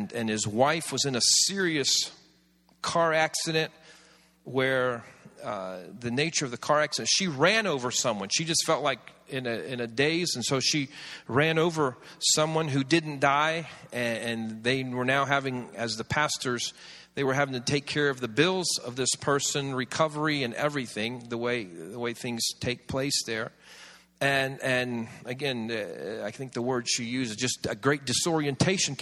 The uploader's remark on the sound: This series was recorded around 10 years ago at Daystar Atlanta